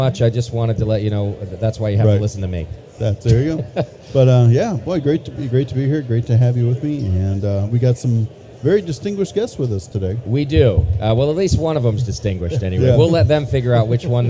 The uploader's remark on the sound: Brew Strong hits the road to HomebrewCon 2019 in Providence, Rhode Island! Invade the biggest homebrew event on the planet and broadcast live from the Homebrew Expo.